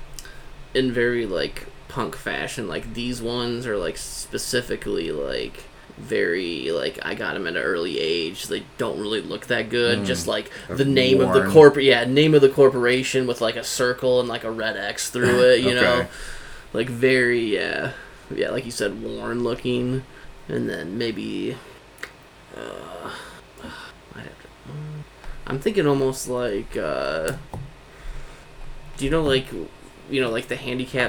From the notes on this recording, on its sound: Finally the last of our party who suffered critical computer failure during initial recording joins us! Please excuse the extra noises in this one as we were sharing space and a mic.